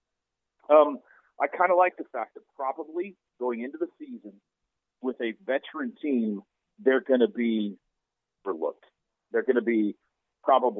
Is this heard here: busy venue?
no